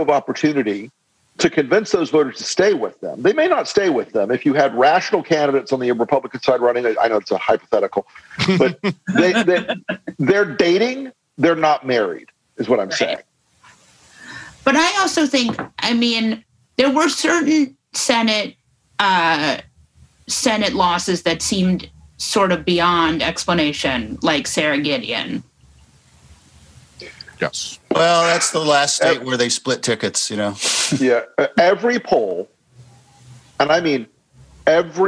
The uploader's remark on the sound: which happened LIVE on Zoom